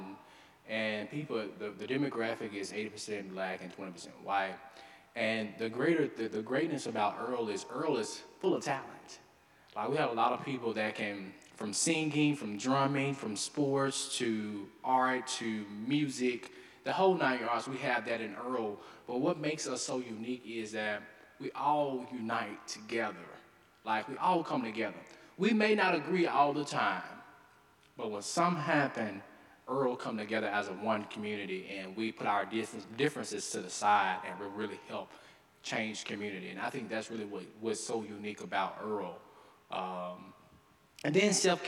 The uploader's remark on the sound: delivered the final winter term convocation at Carleton's Skinner Chapel